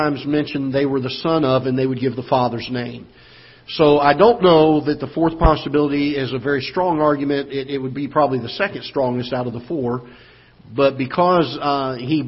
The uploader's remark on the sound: Ketha Heights Baptist Church ~ Live Broadcast